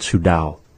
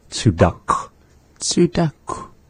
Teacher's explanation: Except that the vowel kind of is the roundedness of that vowel when it's au becomes a before the k · Shown in: second take · Tsudak.